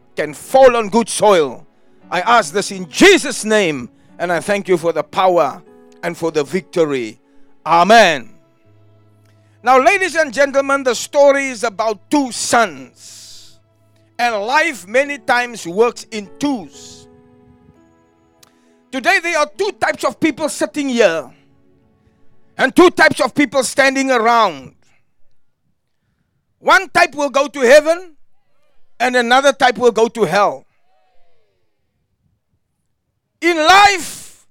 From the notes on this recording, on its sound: Preached at Jesus The Answer Outreach, The Hague, Delft on the 12th November 2023